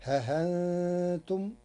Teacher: قرأ ورش كلمة ها أنتم بتسهيل الهمزة وإبدالها حرف مد للساكن